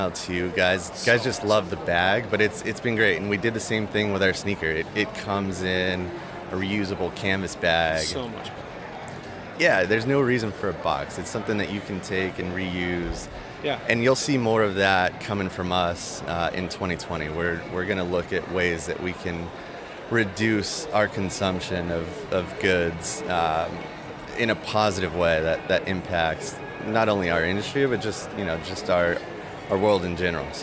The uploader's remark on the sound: Las Vegas PGA Show Interviews. I was a little nervous about how the audio would come out, but that’s is why you invest, heavily at times, in solid equipment! We had a blast walking the floor of the show at the Venitian and at the last minute, I decided to grab our audio recorder and bring it along. The audio came out great.